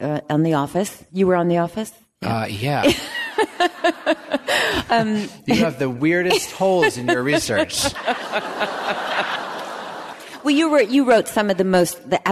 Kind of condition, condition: setting, live audience